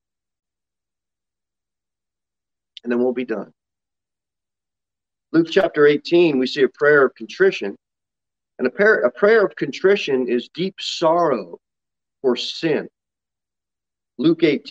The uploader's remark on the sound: Sermon delivered at Pilgrim Baptist Church on Sunday, August 22, 2021, at 10:00 am. Jere Whitson Rd.